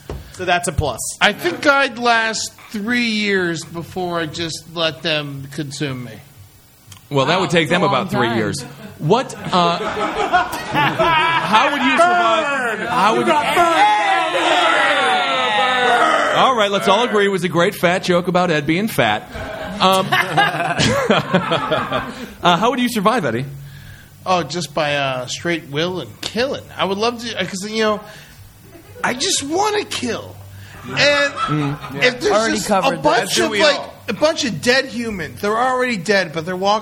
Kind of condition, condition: setting, live audience